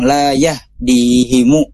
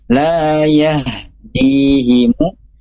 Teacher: Kenapa? Karena huruf H sendiri dia punya sifat yang rohoah, mengalir · Shown in: second take · Jadi ketika sukun tidak hanya berhenti di la yah, tapi harus la yah dilanjutkan sampai kadar rohoahnya cukup.